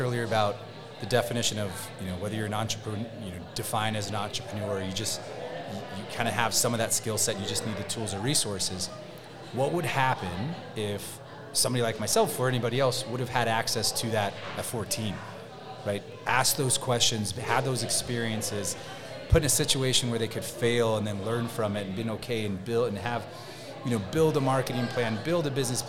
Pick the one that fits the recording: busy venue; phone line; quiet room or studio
busy venue